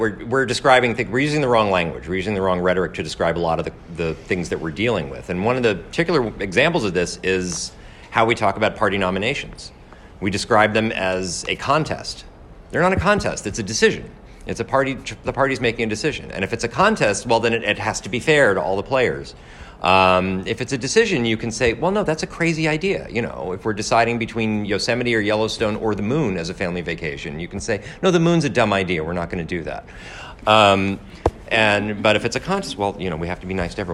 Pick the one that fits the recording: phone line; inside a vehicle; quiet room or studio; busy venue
busy venue